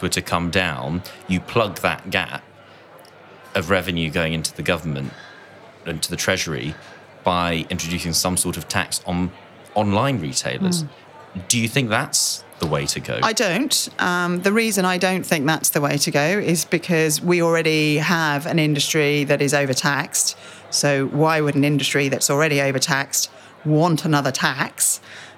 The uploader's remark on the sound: In an exclusive interview, recorded at the World Retail Congress 2019.